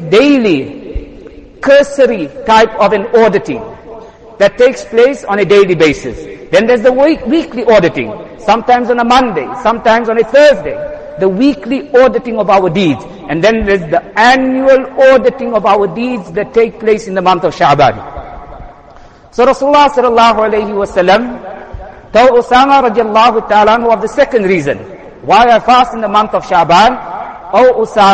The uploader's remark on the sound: Jumuah lecture